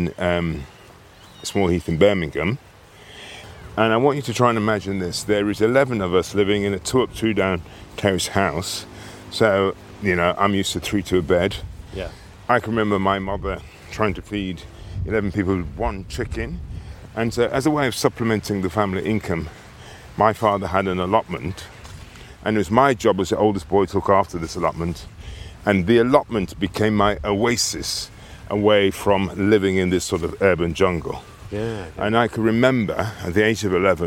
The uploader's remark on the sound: An inspiring walk and talk